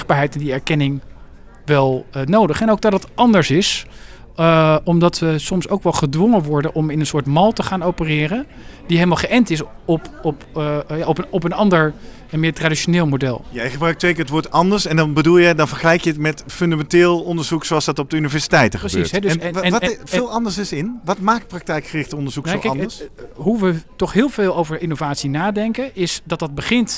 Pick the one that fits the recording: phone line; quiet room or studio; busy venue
busy venue